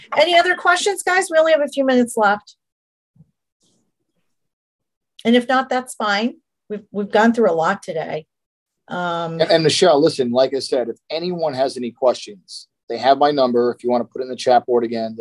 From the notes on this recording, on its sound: in this weeks Zoom call!